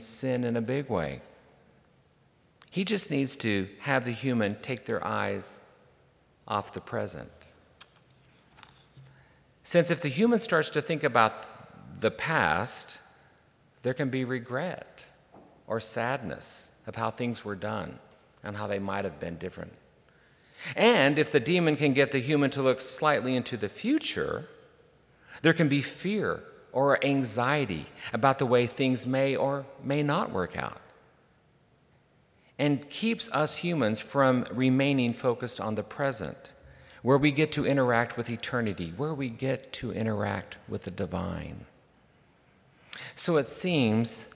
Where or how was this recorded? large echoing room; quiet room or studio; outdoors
large echoing room